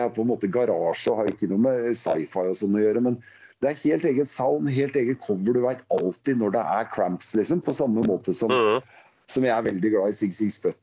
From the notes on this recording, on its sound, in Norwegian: Podcasten er innspilt via Skype.